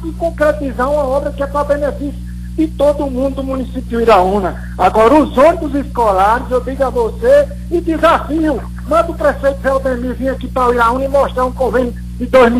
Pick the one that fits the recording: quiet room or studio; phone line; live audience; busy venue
phone line